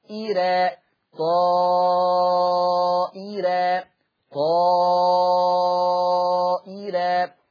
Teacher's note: الراء المفتوحة دي قبلها همزة مكسورة، فمعنى كده هترقق الراء، ايراء طا ايراء طا ايراء هكذا.